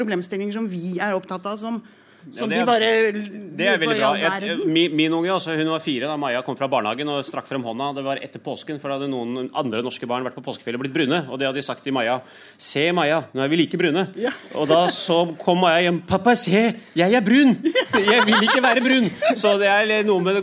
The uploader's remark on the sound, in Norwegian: 40-års jubileumssending fra Parkteatret i Oslo. En livesending med publikum fra Parkteatret i Oslo.